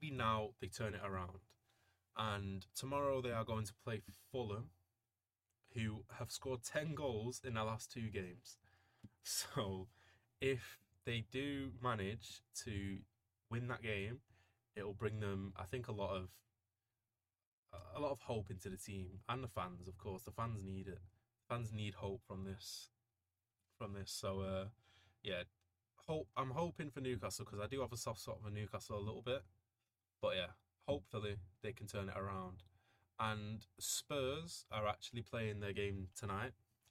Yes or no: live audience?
no